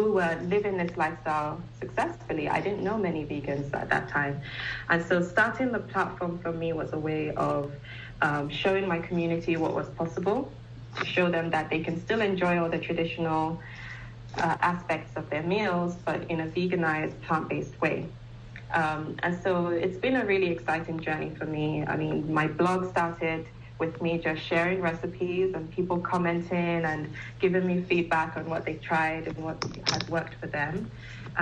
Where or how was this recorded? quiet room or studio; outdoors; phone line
phone line